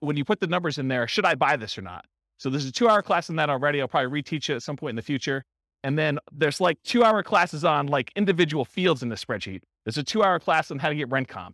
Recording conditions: live audience